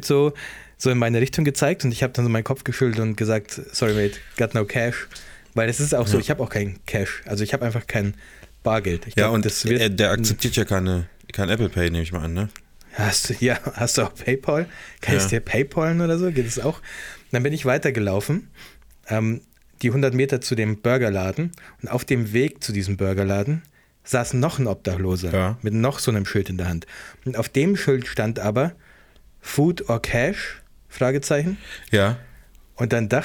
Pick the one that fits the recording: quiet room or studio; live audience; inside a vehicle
quiet room or studio